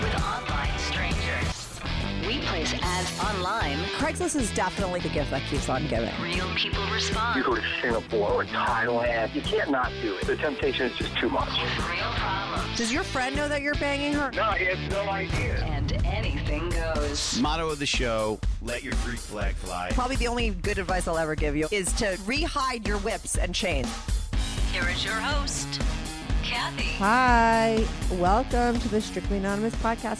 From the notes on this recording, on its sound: she called in to talk